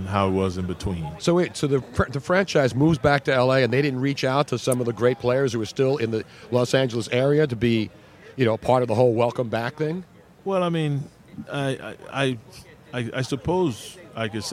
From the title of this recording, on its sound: Radio Row in Houston